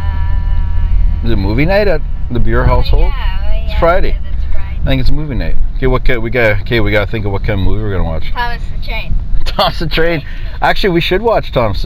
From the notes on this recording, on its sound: Today's episode was recorded completely in my vehicle while I was driving around doing errands. Take a ride with me while I grab a coffee, rant about stuff and pick my kids up at school and end the show at the mall with some singing.